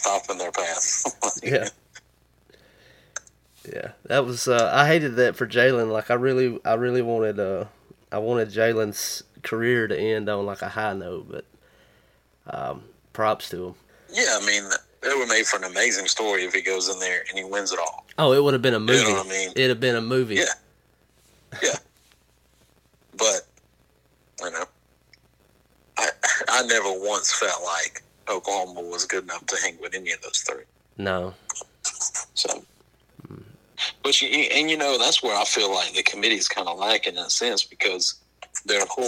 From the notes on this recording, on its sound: burnt the phones lines